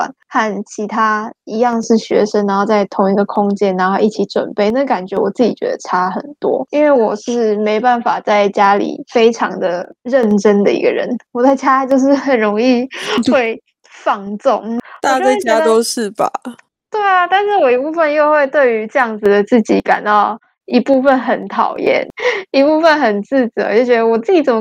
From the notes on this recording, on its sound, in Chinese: 遠距錄音開始嘍